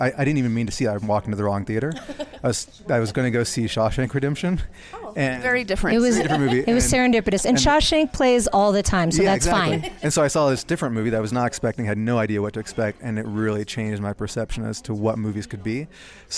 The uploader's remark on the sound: Sundance Red Carpet convos. These red carpets are fast and furious.